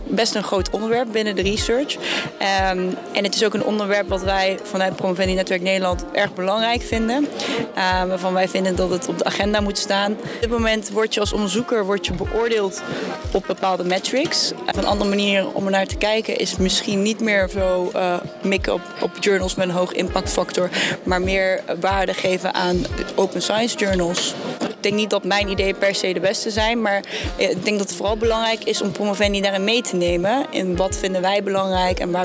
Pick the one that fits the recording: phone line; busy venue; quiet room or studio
busy venue